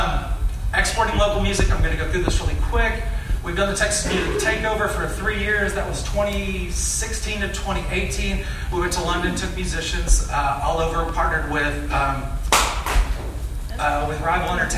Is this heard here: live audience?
yes